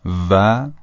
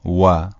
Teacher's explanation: در زبان عربی به شکل دبلیو انگلیسی تلفظ میشه، یعنی لبها جمع میشه، قنچه میشه و بعد حرف تلفظ میشه · Shown in: second take · مثلا در فارسی میگیم و، اما در عربی میگیم و.